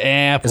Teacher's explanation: As a Midwesterner, you have to shove that A way up in your nasal sinus.